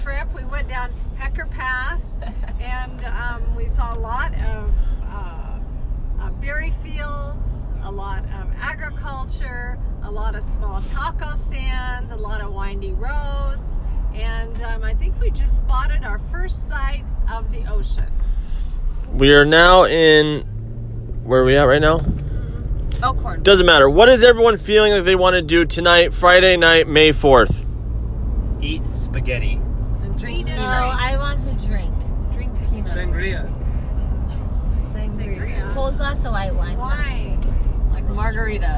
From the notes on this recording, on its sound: On way to Carmel. Family in the car.